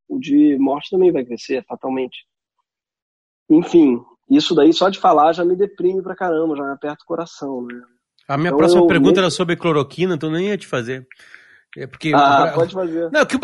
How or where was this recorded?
video call